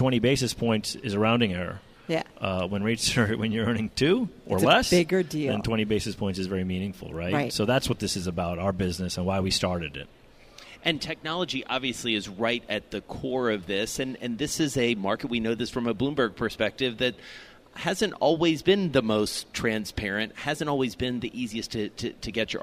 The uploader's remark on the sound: from BNY Mellon's Pershing INSITE Conference in Phoenix